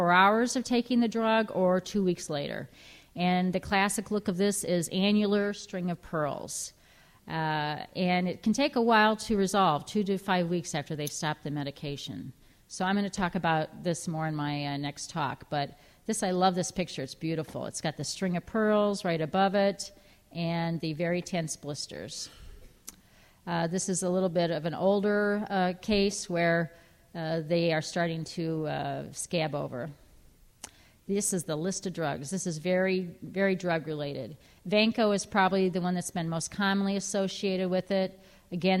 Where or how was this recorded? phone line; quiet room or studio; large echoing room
large echoing room